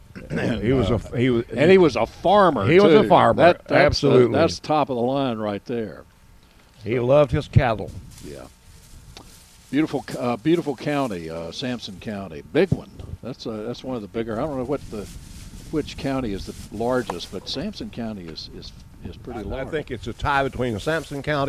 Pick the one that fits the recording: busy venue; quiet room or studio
busy venue